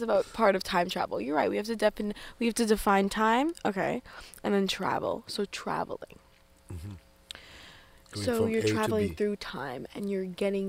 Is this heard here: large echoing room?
no